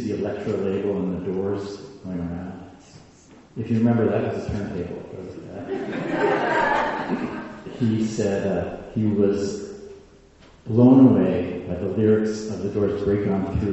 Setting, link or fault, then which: setting, large echoing room